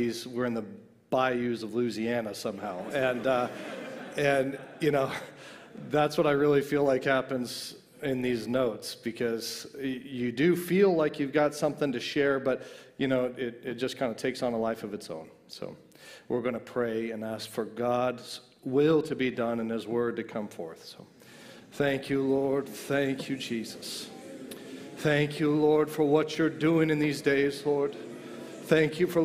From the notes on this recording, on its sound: a message that was ministered at the 2022 Exodus Conference